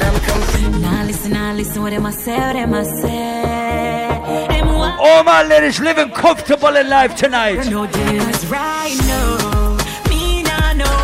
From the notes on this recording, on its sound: Live audio from island saturdays on july 21.